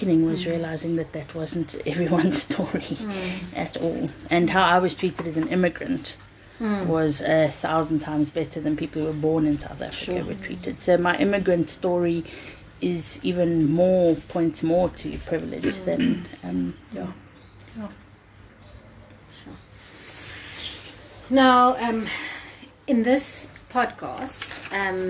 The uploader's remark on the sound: We recorded these outside because of Covid and so please enjoy the garden life sounds